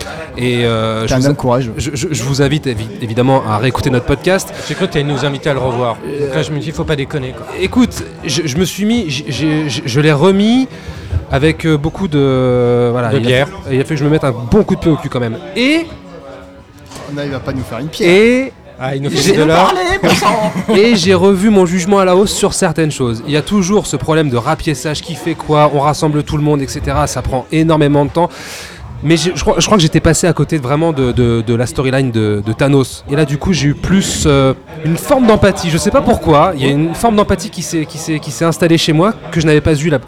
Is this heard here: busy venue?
yes